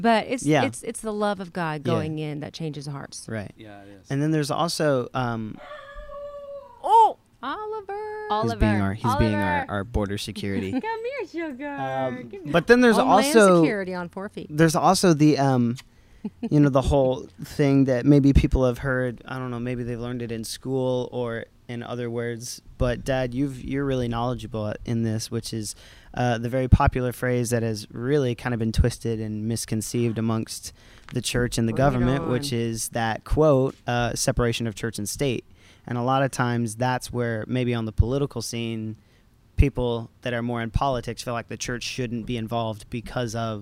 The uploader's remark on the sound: Recorded outside we've got some exciting stuff as a bird tries to steal our thunder!